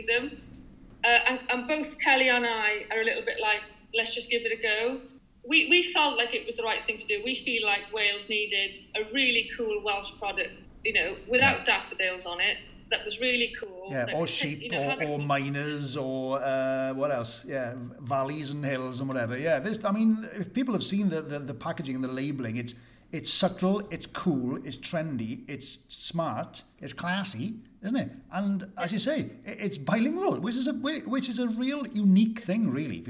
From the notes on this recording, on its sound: She lives in Barry, South Wales. Over zoom (so forgive any audio glitches at times). My dog, Jack the border terrier, decided to bark at the postman!